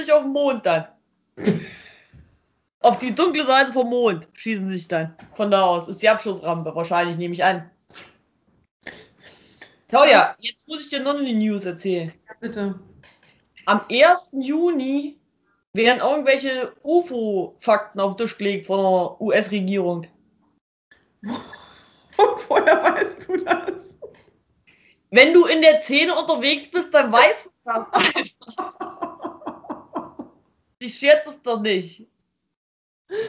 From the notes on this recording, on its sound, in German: Meine Schwester und ich skypen.